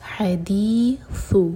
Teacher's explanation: تا کے لیے ہماری زبان اوپر والی دانت کو ٹچ کرے گی اور تھوڑی سی ٹپ باہر ہوگی، اس کو سین کا ساؤنڈ نہیں دینا